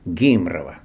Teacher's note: Вымаўлялася менавіта так з бухным «г»